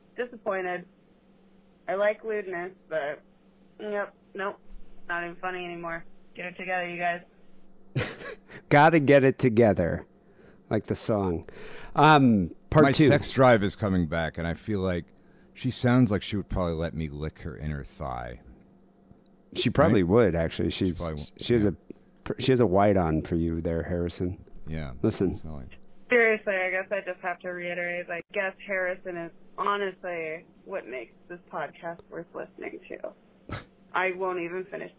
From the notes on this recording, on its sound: Phone calls.